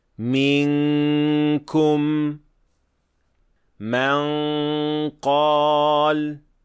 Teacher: for the cases of kaf and qaf, ikhfa should have an almost complete ghunna, so more air coming out of the nostrils